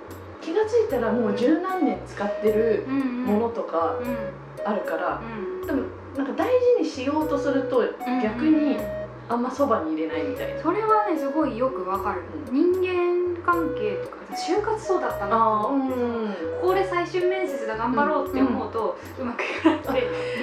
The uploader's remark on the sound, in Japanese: 録音環境劣悪のため超絶ローファイでお送りします。